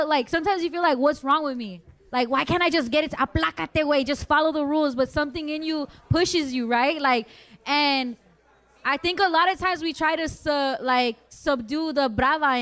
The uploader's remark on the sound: Our 1st LIVE SHOW. We had a hell of a live show in Los Angeles. Definitely clown each other and the crowd.